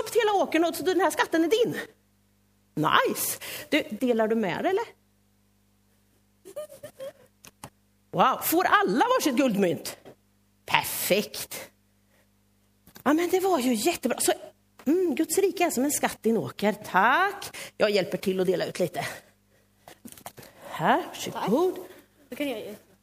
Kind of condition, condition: setting, large echoing room